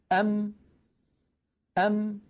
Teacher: انظروا إلى شفتي، أم كيف خرجت هذه الميم الساكنة؟ بتصادم الشفة العليا مع الشفة السفلى